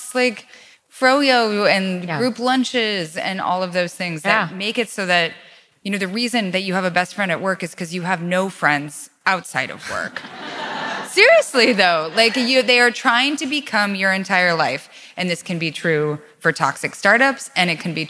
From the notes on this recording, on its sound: Live from SXSW EDU. In front of an excellent crowd.